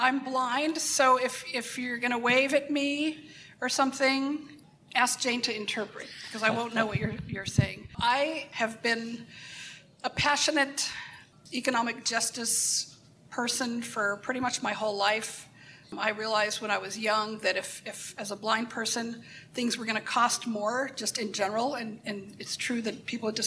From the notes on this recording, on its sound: our final WorkingNation panel from the SXSW EDU 2023 conference last month in Austin